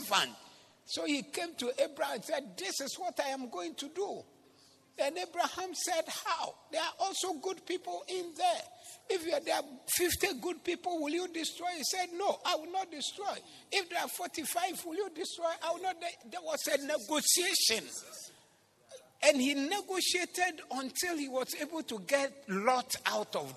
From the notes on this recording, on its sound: Preached at the Zeloo Service 16072023